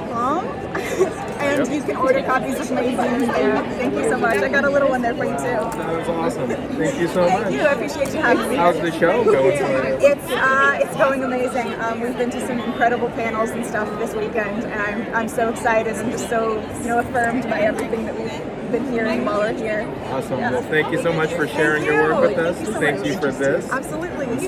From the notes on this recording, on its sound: Because we were recording this on the fly in a venue with lots of people and no control of the environment, the audio quality is...not going to win a Grammy.